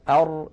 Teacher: فرجة بسيطة فتحة بسيطة لأن اللسان مقعر هكذا اللسان مقعر هكذا أر جربوا أر أر فهذه هذه الفجوة